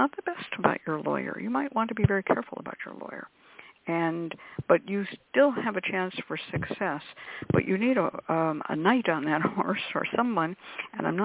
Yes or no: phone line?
yes